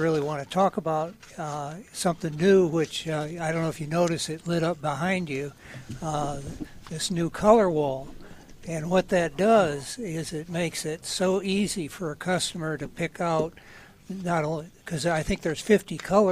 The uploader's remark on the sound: broadcasting live from Bell’s Carpet & Floors.